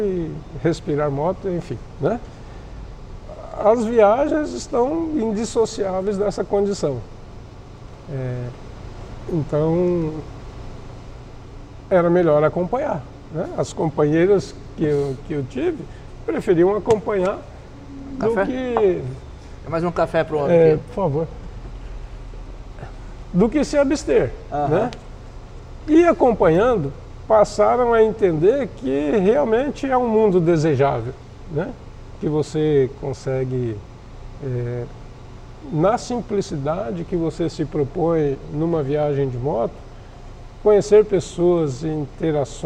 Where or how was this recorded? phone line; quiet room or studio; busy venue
busy venue